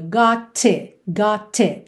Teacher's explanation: Na junção, deixou o T marcadinho. Got it, e já no T do it, fechou mesmo, cortando o som sem fazer o T. Got it, ok?